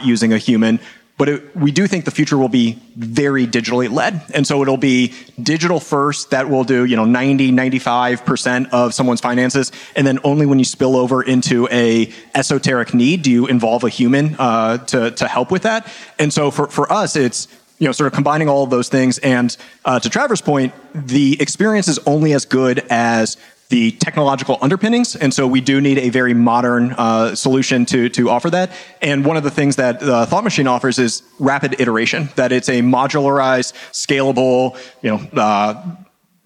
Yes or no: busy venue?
yes